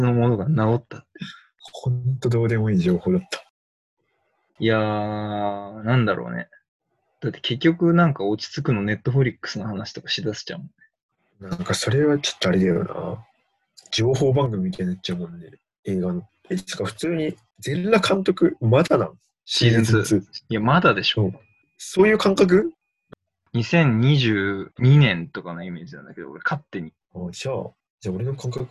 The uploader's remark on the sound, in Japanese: リモート録音なので音質はそこまでよくありません。